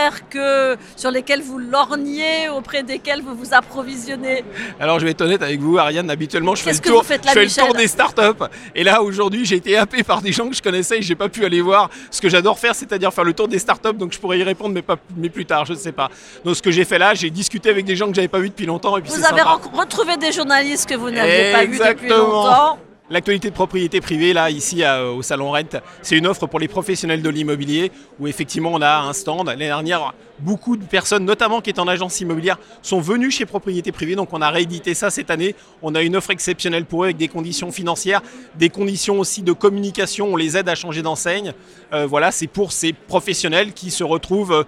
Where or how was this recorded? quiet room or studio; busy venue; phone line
busy venue